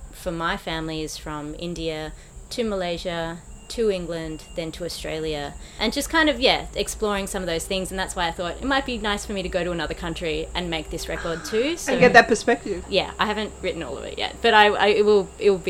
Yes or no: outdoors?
yes